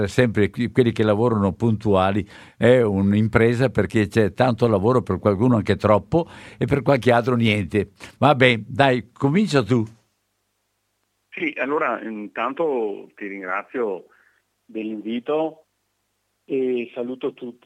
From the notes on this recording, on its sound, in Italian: intervista al telefono